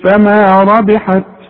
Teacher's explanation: وطلع لي همس بسيط شوية هوا علشان التاء دي من حروف الهمس